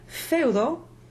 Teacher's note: In English, Haus, the U would be transcribed as an open U. In a Spanish word like Feudo, the off-glide U is transcribed as an actual closed U.